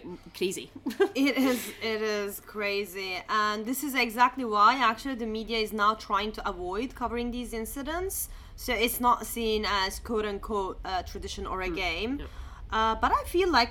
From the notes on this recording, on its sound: We recorded this episode on 10 December 2023, at Aux Vieux Châtelet. We recorded this episode on 10 December 2023, at Aux Vieux Châtelet.